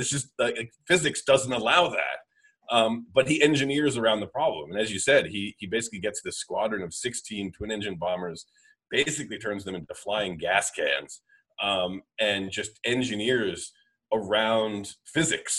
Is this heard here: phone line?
no